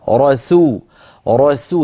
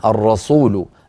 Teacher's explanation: من جملة ذلك أيها الأخت الكريمة، آمن الرسول، الراء مفخمة سو مرققة، رسو رسو، ننتقل من راء مفخمة لسين مرققة · Shown in: first take